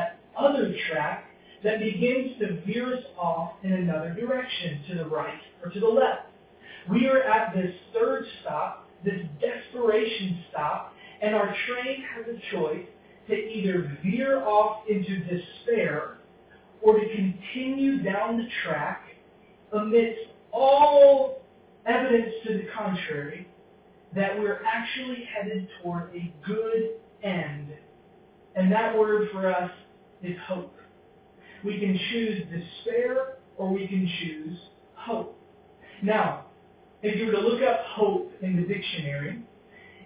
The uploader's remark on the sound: Because the audio quality is not as strong.